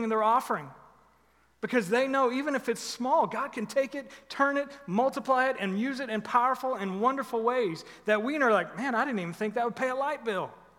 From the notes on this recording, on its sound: Recorded live at The Fellowship at Two Rivers on August 29, 2021.